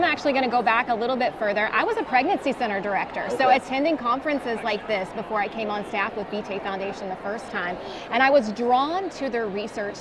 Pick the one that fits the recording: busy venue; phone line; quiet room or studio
busy venue